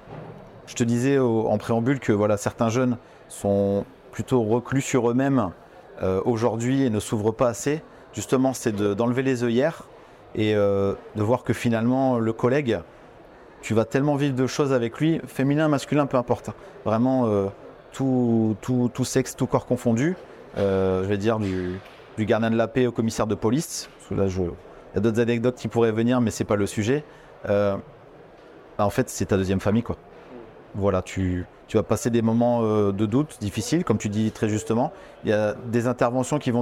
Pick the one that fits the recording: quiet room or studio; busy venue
busy venue